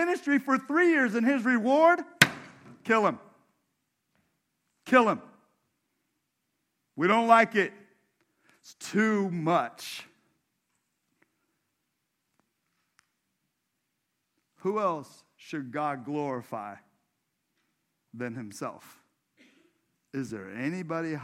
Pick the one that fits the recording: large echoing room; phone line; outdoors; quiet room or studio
large echoing room